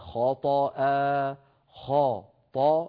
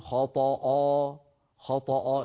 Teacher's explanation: الخاء مفخمة والطاء مفخمة الهمزة والألف التي بعدها مرققة · Shown in: first take